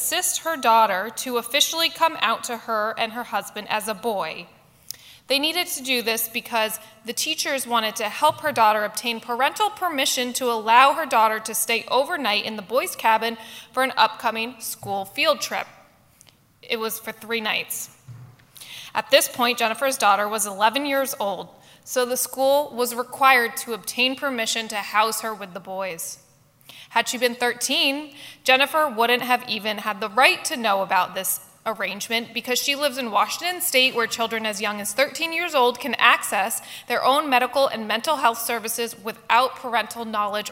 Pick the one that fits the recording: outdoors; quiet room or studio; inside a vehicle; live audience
live audience